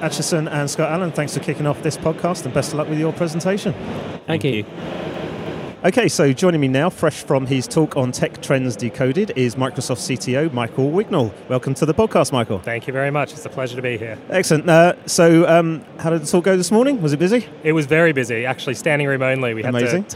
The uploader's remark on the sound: The final episode of this special series that we recorded in partnership with Microsoft from their Future Decoded event in ExCeL, London.